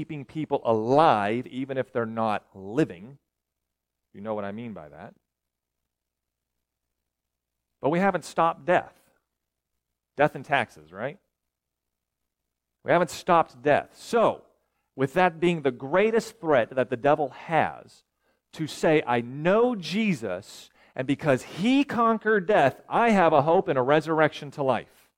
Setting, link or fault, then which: setting, large echoing room